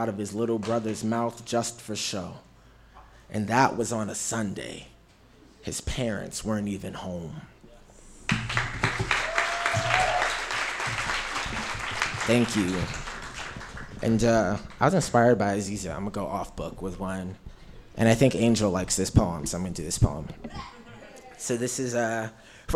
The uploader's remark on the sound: On Stage at Housing Works Bookstore Cafe. 126 Crosby Street in downtown Manhattan.